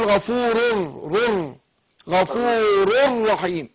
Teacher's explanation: نون التنوين دي ساكنة هتطغم في الراء ادغام بغير غيرنا.